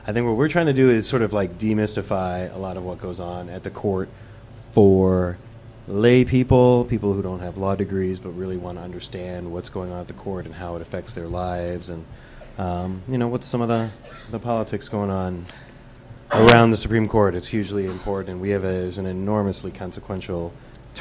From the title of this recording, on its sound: Live From Shenanigans